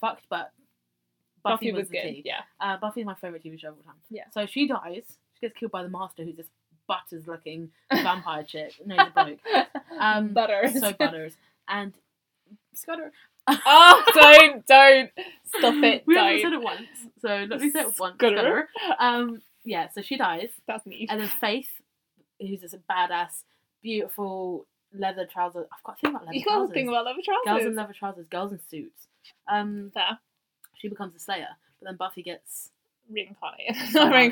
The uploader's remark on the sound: This is mainly a tester podcast. Try and ignore the quality of the podcast, the wrong microphone was used.